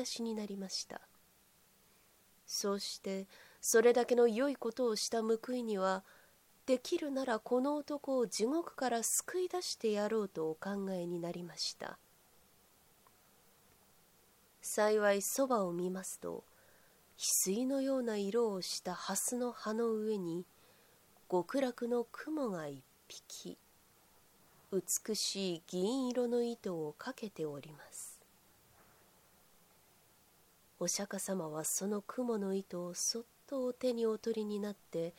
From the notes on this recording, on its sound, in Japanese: 自宅録音ですのでノイズなどはご了承くださいませ。